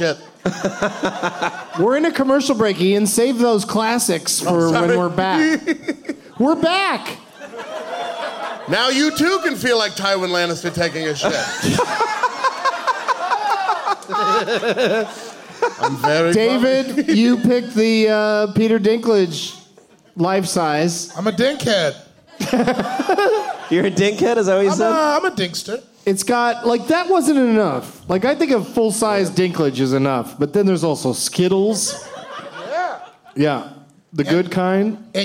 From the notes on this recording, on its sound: Live from the Improv in Brea